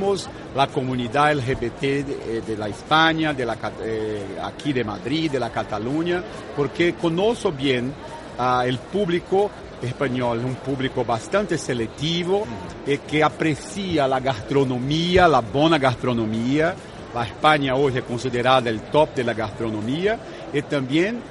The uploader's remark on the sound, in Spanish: Pontechueca radio ha sido este año la emisora oficial de Fitur Gay LGBT. Por nuestro especial en directo desde el IFEMA, han pasado diversos destinos y empresas que estuvieron allí presentes.